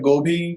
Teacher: the aspirate H has been added by Hindi speakers